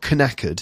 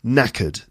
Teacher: Knackered is actually spelt with a K, K-N-A-C-K-E-R-E-D, but the K at the start is silent · Shown in: second take